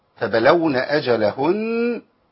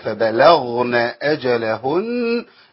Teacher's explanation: حرف الغين إذا لم يمكن له تمام يبدل بواو أحيانا · Shown in: second take